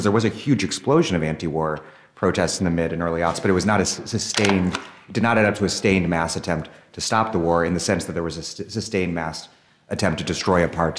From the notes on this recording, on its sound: live Dig interview from the Socialism 2022 conference in Chicago.